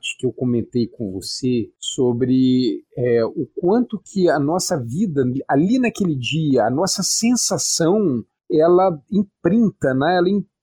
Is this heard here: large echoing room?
no